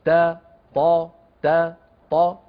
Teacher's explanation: نفس المخرج، لكن التاء مرققة والطاء مفخمة. تو طي تو طي، فباعتبار أنهما من المخرج نفسه أحيانا الفم يفخم التاء، أسهل أن ينطق طاء طاء فيقول ولا تطع تطع، ها ليس تطع وإنما تو تو طي تو طي.